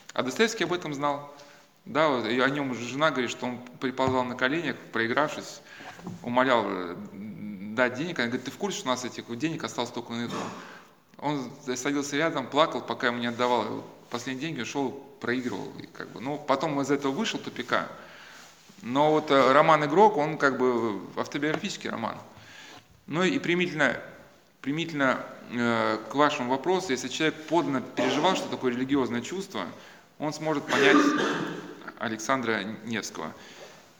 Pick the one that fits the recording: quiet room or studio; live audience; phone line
live audience